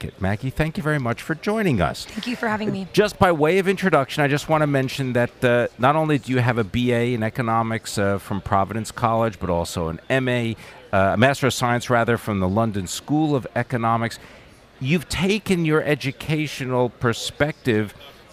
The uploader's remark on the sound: Broadcasting Live from the Commonwealth Financial Networks Annual National Conference of Advisors, from the Marriott in Austin, Texas.